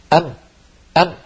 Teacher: هذا الصوت الأنفي الذي كانت العرب تستعمله مع حرفين لا ثالث لهما، هما الميم والنون، فيقولون أم، فلو سددنا الأنف وقلنا أم نجد بأن الصوت قد اختل، أم أم، لأن الغنة جزء الميم.